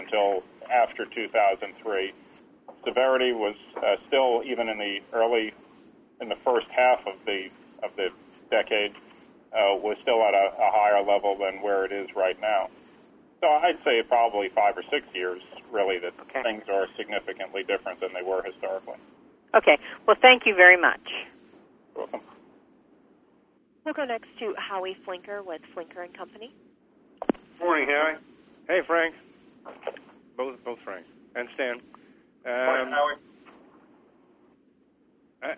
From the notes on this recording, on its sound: ProAssurance Earnings Conference Call